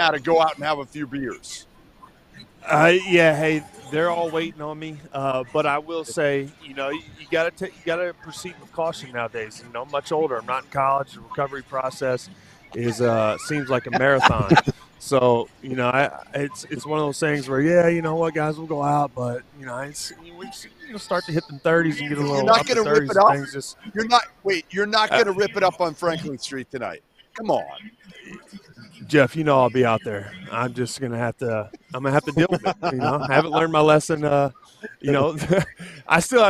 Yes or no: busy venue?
yes